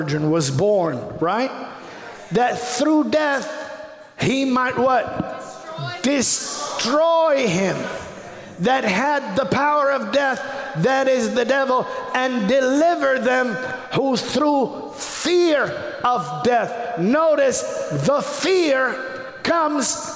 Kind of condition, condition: setting, large echoing room